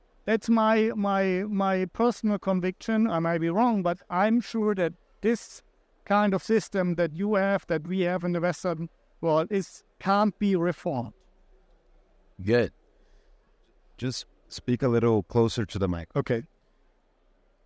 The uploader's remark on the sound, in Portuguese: O episódio de hoje foi gravado em abril de 2023, no Fórum da Liberdade.